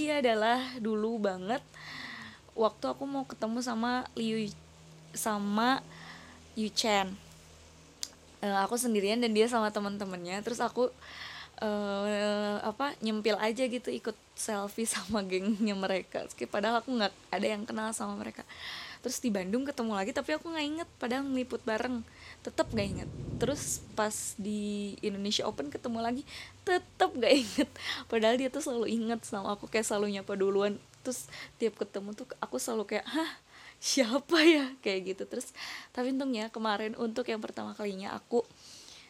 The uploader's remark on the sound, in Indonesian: Maaf kresek kresek itu suara hujan.